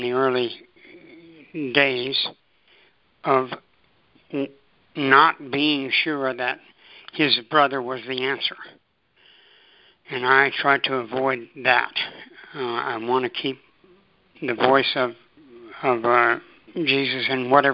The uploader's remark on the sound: ACIM Daily TEXT Conference Call